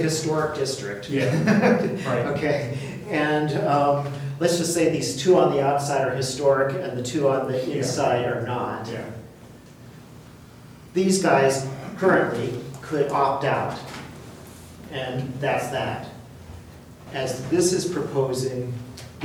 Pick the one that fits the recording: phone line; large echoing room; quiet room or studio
large echoing room